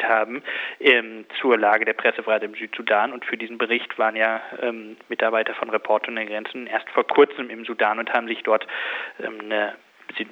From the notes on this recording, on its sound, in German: Am Telefon bei Corax ist nun der Geschäftsführer der deutschen Sektion von ROG.